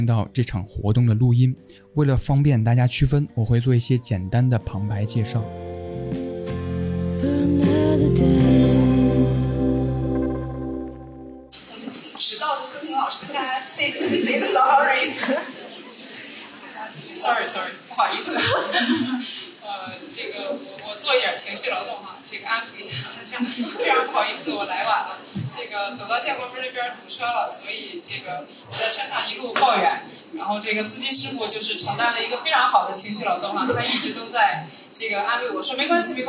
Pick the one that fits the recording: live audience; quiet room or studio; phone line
live audience